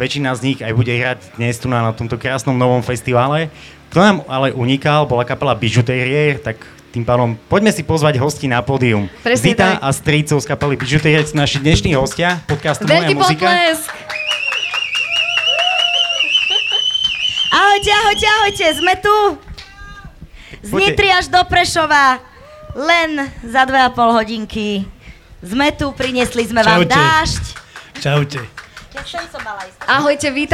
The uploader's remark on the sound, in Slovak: Sme nahrali live podcast. Sme si premiérovo v sobotu pripísali live verziu z veľkého pódia. Prinášame vám editovanú verziu nášho festivalového live podcastu.